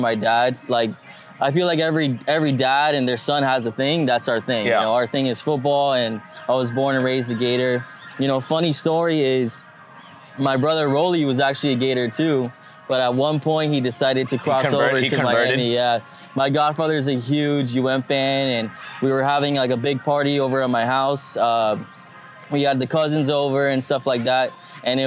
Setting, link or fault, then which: setting, busy venue